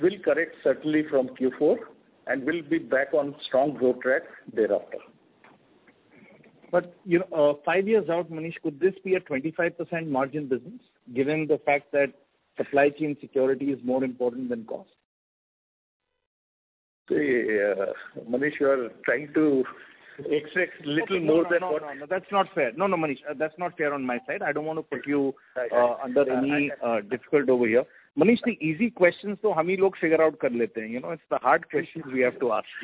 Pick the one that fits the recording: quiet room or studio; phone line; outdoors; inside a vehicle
phone line